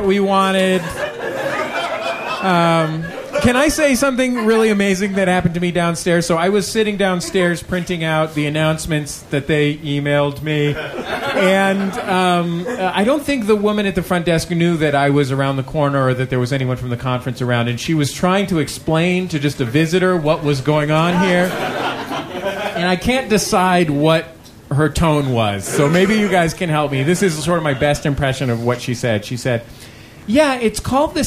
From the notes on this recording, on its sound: Live at MaxFunCon 2012. For a live show at MaxFunCon.